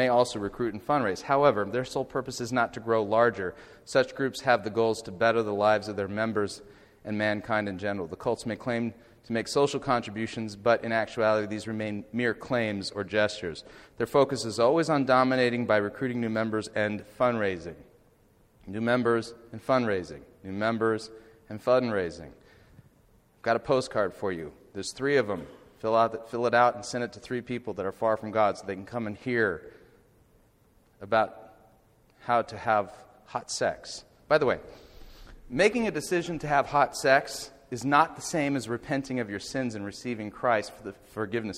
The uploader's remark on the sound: Audio from the Lecture Delivered in Elk River, MN on September 9th, 2011